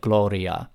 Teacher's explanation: But in Latin, you don't speak R's like that. It's just kind of tapped, almost like a Spanish rolled R, except not fully rolled, just tapped.